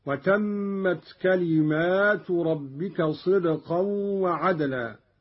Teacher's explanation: قرأ قالون بألف بعد الميم على الجمع هكذا: وتمت كلمات ربك صدقا وعدلا.